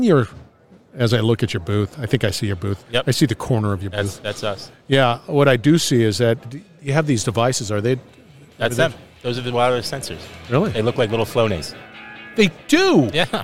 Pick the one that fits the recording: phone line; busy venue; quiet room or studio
busy venue